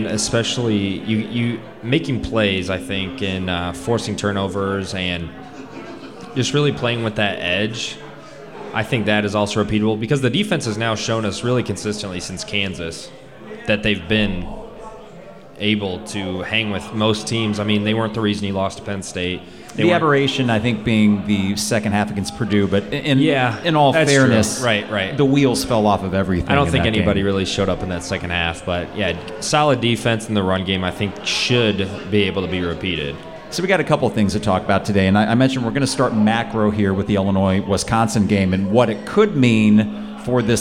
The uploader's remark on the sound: Live at Pour Bros. Podcast live from Pour Bros. In Downtown Champaign to kick off Homecoming weekend.